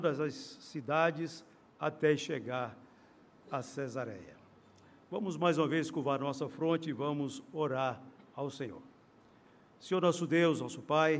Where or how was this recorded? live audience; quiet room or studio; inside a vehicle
live audience